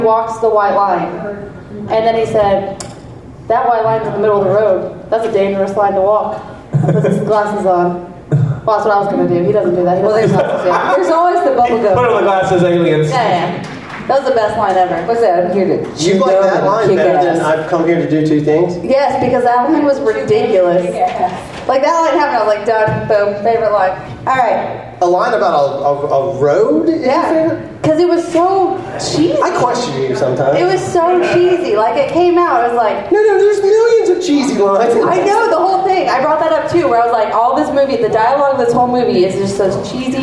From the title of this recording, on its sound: Live from Pensacon 2020